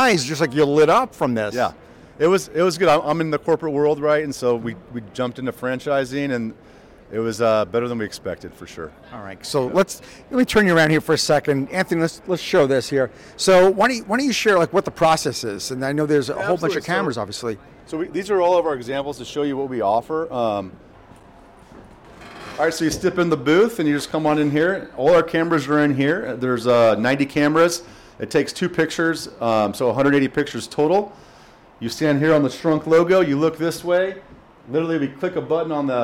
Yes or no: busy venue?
yes